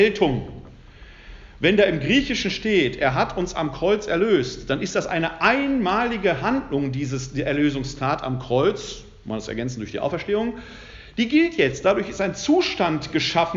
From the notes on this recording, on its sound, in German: Mitschnitt des Vortrags.